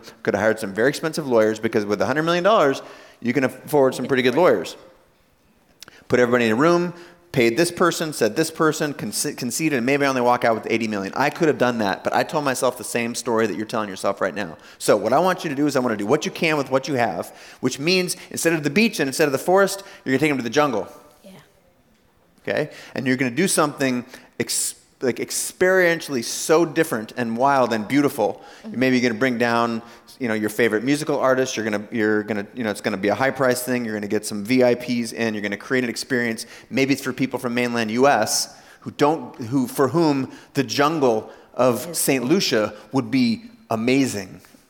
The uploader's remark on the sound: Today you’re joining me in Jamaica where I gave a keynote to rising stars; part of Richard Branson’s Center for Entrepreneurship. Getting to hear from 3 different entrepreneurs on stage.